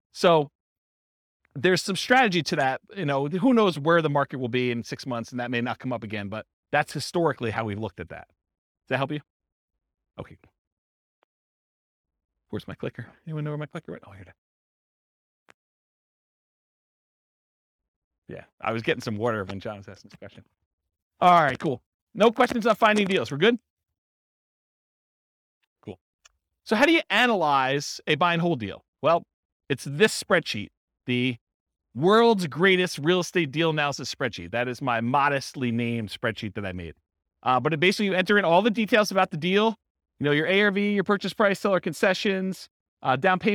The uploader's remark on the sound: This was a live class recorded